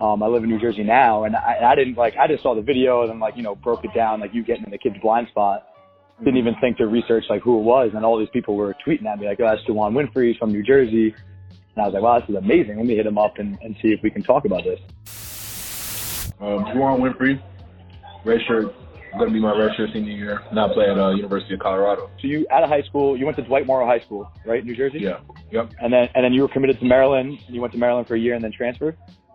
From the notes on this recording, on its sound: What you’re about to hear is the first phone conversation. I was on the go at the time and recorded it all from my cell phone. Excuse the audio!